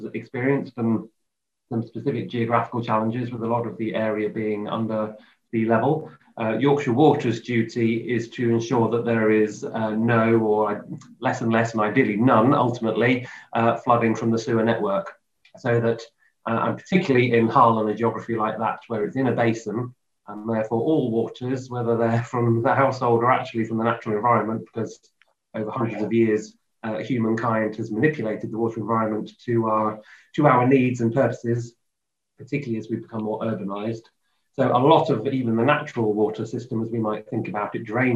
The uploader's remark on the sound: The Waterline Summit 2020 International Webinar Soundtrack